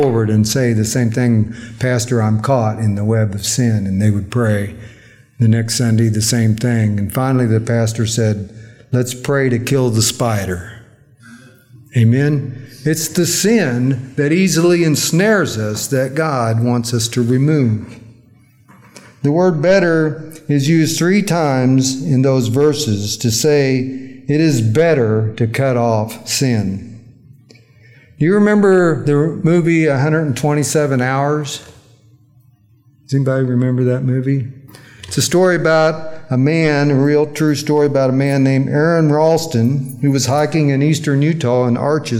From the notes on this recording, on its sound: during our recent worship service